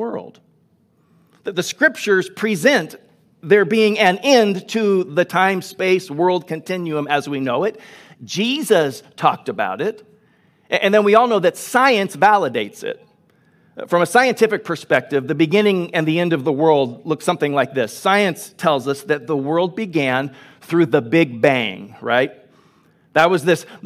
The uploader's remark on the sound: Delivered on 5 September 2021 at Grace Church of La Verne